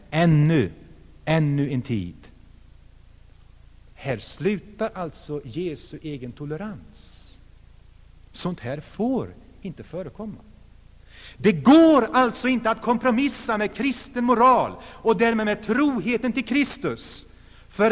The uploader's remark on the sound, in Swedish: Inspelad i Saronkyrkan, G&#154;teborg 1984-11-11.